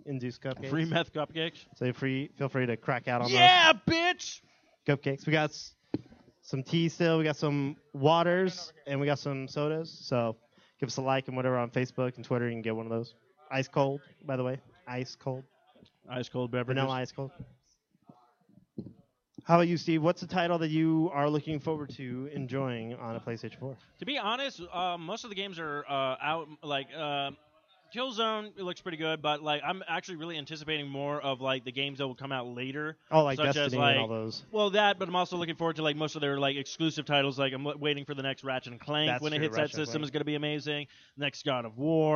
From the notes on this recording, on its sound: The recording of their LIVE remote show for the release party of the PlayStation 4!